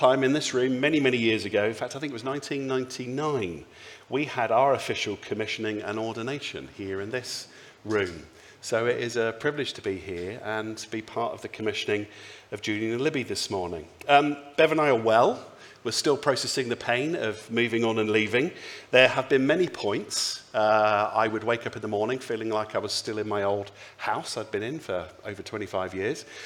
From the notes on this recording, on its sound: speaks at the Sunday Service